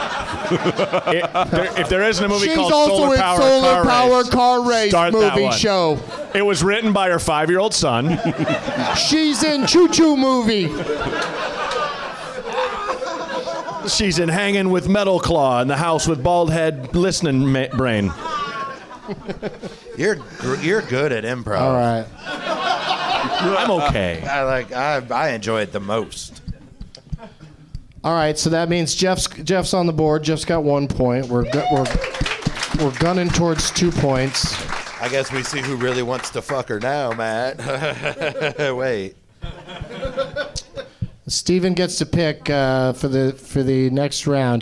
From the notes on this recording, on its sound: Live from the NerdMelt Showroom in Los Angeles.